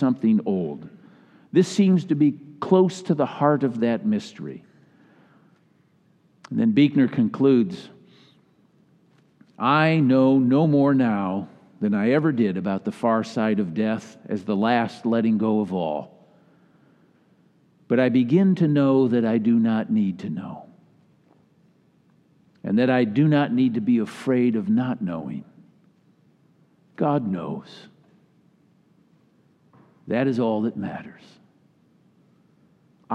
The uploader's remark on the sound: delivered during the Traditional Worship service.